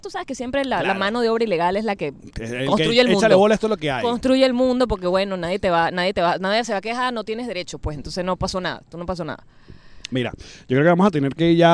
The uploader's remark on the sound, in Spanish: Directo desde el Central Park. Grabamos episodio en el mero Central Park de NY.